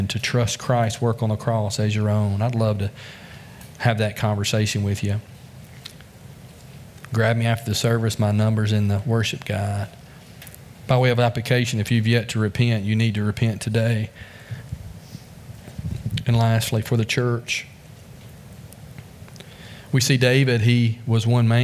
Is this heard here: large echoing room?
yes